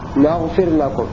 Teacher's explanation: بالنون المفتوحة وكسر الفاء